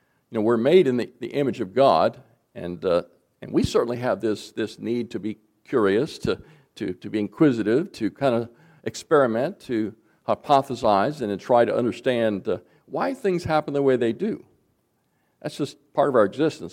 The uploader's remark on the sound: recorded January 20, 2024, at Ringgold Seventh-day Adventist Church.